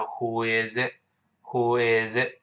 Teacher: 后面那个 t 失去爆破了，失去爆破就是舌尖顶住上牙膛